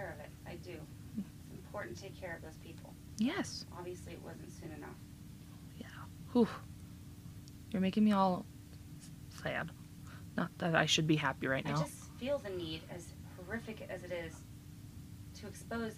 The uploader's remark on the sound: Heads up, I know Audio isn't amazing in this. I tried to edit to best of my limited knowledge. We are still working out kinks with mics and sound mixing.